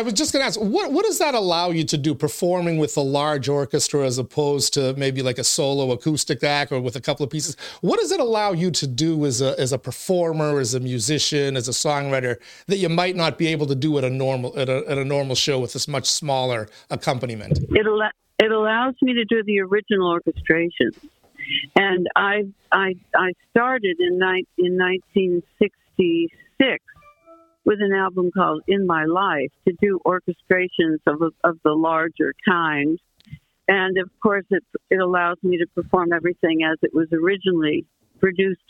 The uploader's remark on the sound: phone interview